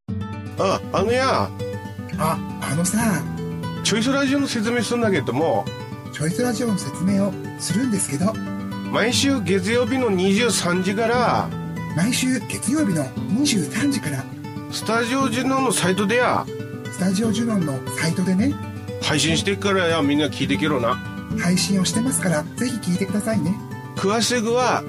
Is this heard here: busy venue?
no